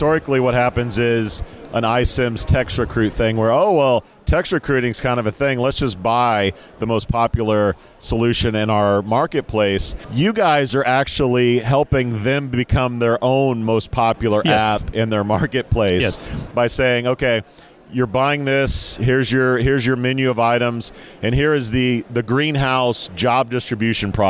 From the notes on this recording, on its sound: Enjoy this one, live from UNLEASHworld in Paris.